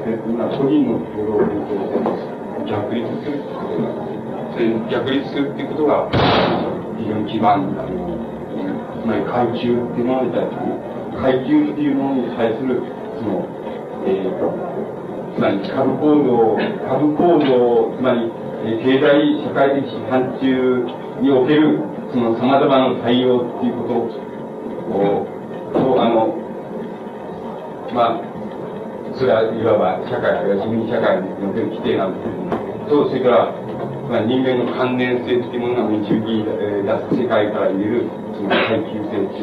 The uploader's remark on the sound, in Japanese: 主催：國學院大学文芸部 共催・國學院大学文化団体連合 場所：国学院大学412教室。校内放送をはじめ周辺のノイズが 多く入っており音質はよくない。質疑応答も途中で切れている。